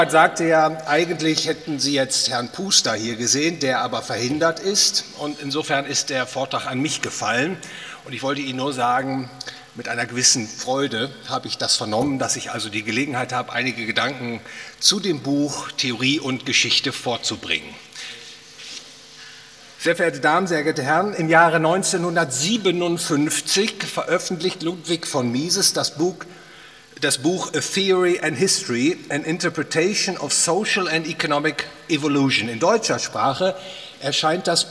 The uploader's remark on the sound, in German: aufgenommen auf dem Ludwig von Mises Seminar